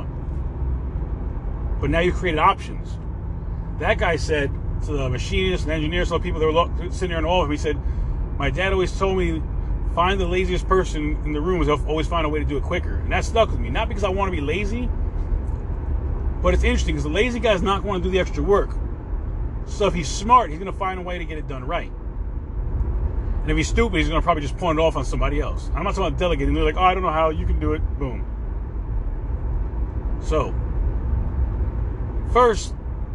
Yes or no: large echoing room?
no